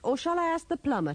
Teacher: pay attention to the pronunciation of shall. It is usually pronounced with a schwa.